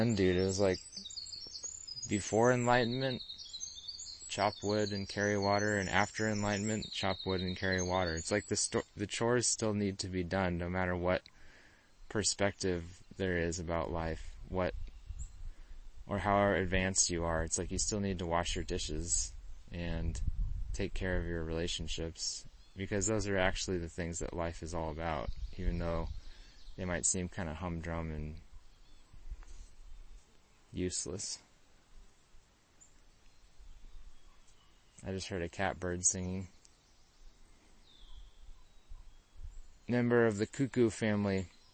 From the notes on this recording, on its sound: it was recorded totally off the cuff, with no planning, on the edge of a huge beaver pond near where I live in Vermont